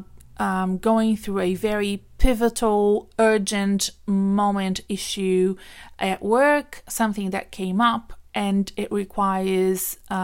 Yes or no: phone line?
no